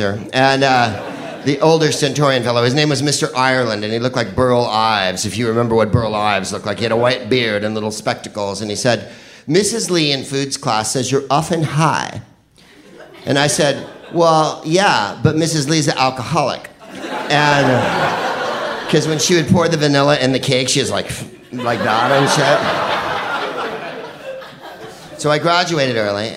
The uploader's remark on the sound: Live from San Francisco. At our Feb 2013 Sketchfest show.